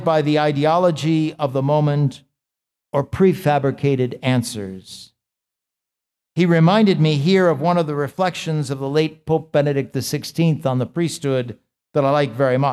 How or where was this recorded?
large echoing room